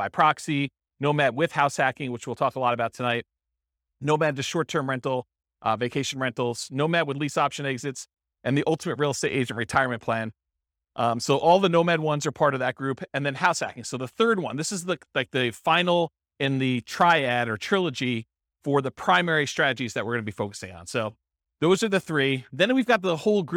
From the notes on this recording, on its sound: This was a live class recorded